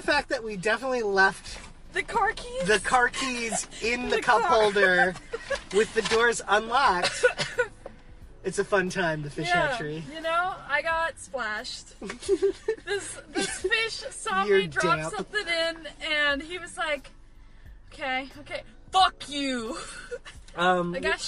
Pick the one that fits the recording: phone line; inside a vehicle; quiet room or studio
inside a vehicle